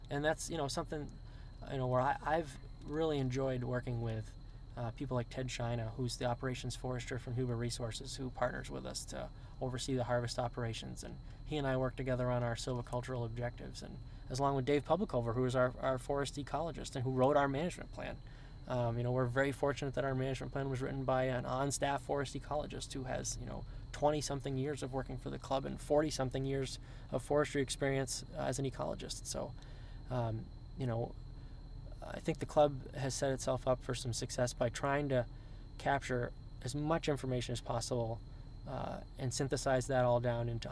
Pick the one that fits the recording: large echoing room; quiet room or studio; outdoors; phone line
outdoors